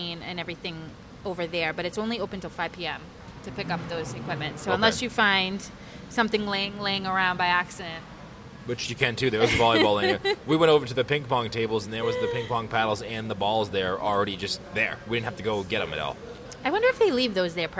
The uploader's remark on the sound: Live From The Swan and Dolphin Resort.